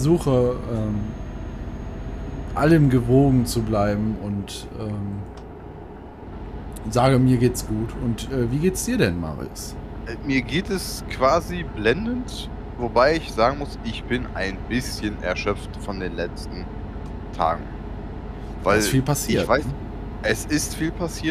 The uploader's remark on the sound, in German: In Diesem Podcast sind immer wieder auch Nebengeräusche zu hören. Das ist Absicht.